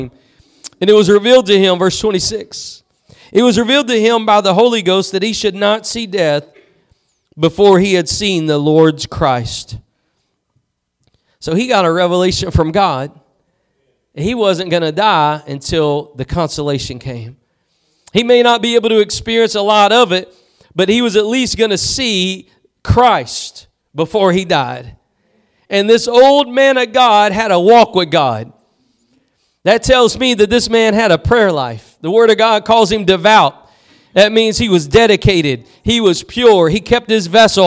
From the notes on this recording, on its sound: Preached at Gospel Lighthouse in Bossier City, La.